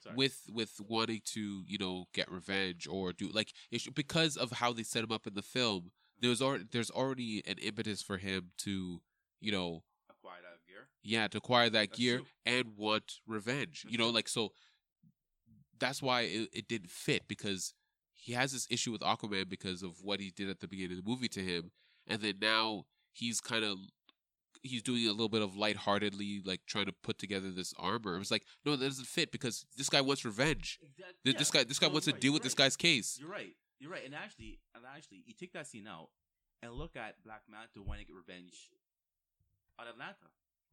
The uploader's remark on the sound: Apologies, there were some volume difficulties with is recording. Completely listenable, just need to turn up the volume.